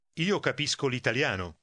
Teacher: Notice how the L gets tacked on to the following word.